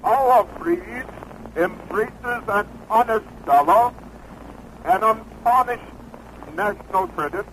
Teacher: he spoke with a mixture of trilled R's, tapped R's, and modern standard English R's